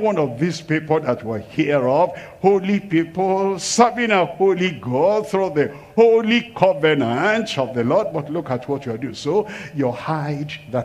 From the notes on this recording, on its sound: live from Asaba, Nigeria